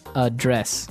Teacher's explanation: the verb address has the stress on the second syllable